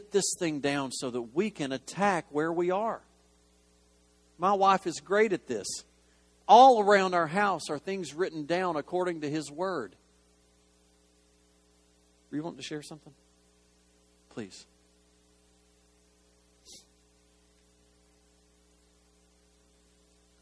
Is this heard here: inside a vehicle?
no